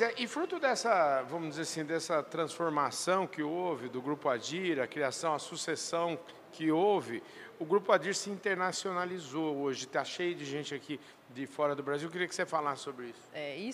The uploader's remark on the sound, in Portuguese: Prosa gravada durante o Meeting Adir, realizado em Ribeirão Preto!